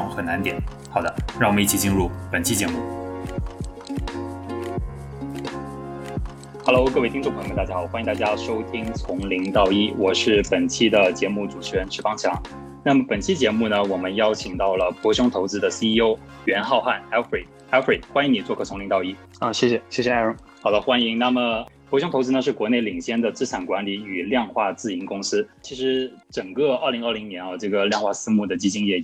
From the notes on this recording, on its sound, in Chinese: 在 ClubHouse 上做的 Live 录制，期间也有听众们参与提问